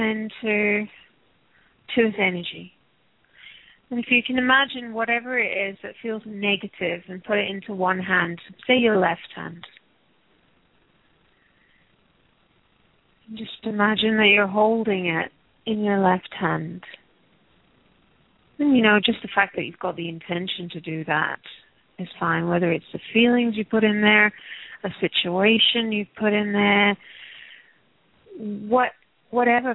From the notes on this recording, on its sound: Takes your calls for healing live today!